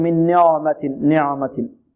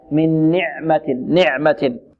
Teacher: والبعض يفخم هذه العين · Shown in: first take · يقول من نعمة، نعمة.